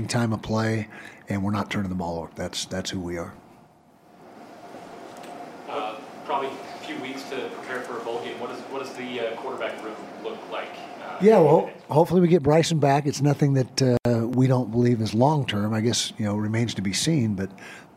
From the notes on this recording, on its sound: the post game press conference